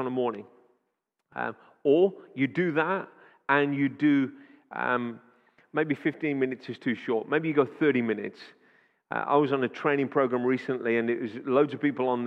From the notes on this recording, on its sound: Audio recording taken from Kent Prayer Quake 2021 - Day One, Session Two